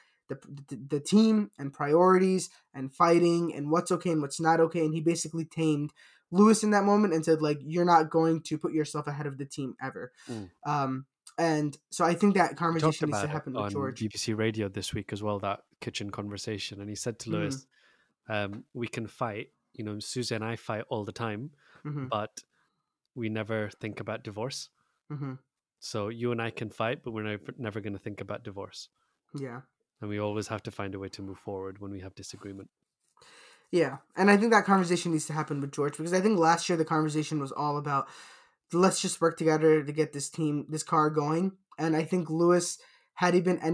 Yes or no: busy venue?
no